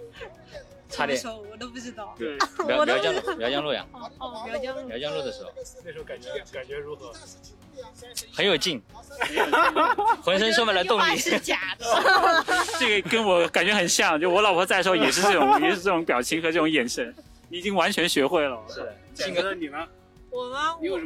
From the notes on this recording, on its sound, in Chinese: 现在正在上海马拉松领物的现场，刚刚我们两个都领取了自己的号码簿和参赛包，然后我们两个准备在这里采访几位选手